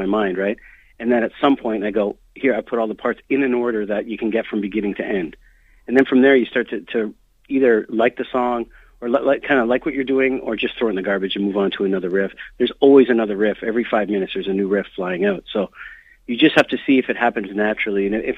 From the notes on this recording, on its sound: called